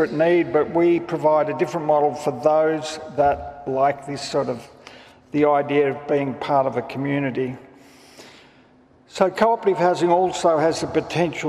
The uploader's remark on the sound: Older People's Housing at the Victorian Homelessness Conference. Speakers at the Victorian Homelessness Conference, held at Melbourne Town Hall late last year.